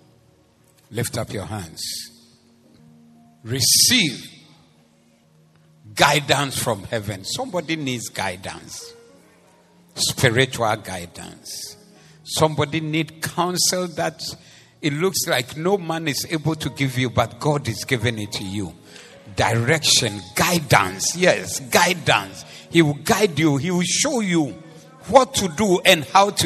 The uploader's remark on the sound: This was preached at the Doxa Service 07052023